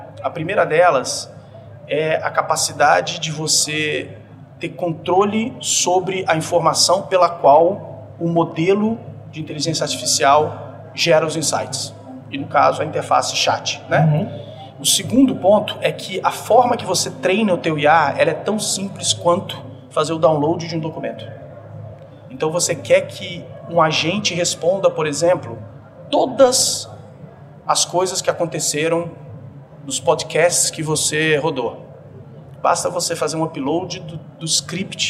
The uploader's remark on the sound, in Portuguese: Este episódio foi gravado no RD Summit 2023, evento organizado pela RD Station.